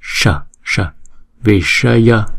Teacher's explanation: uốn cong cái lưỡi lên, cái đầu lưỡi lên trên cái vòm trên búng ra sờ sờ viśaya.